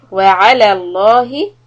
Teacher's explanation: وعلى الله. And على، make sure that you emphasize the عين and keep the lamb soft